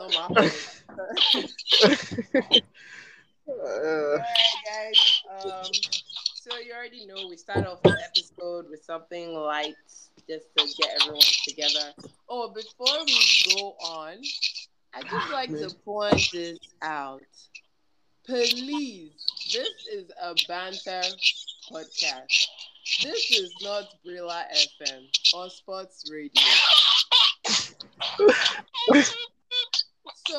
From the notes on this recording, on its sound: apologies on the audio glitches